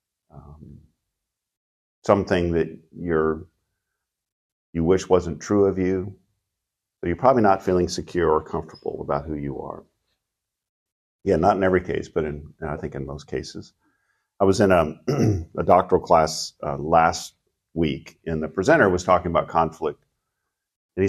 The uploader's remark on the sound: Recorded at Seabreeze Church